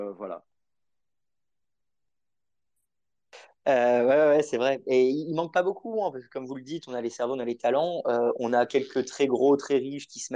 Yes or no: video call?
yes